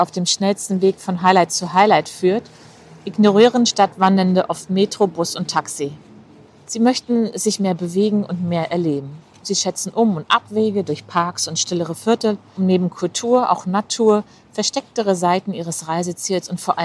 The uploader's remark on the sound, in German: In dieser Solo-Folge, die ich beim Spaziergang durchs Bahnhofsviertel in Rostock aufgenommen habe